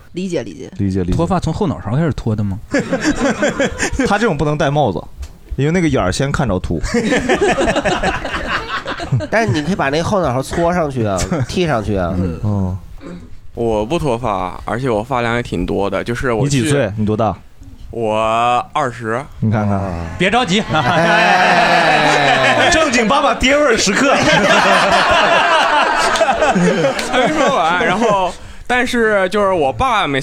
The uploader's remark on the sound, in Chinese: 这是一档由喜剧演员们和现场观众朋友们共同录制的播客节目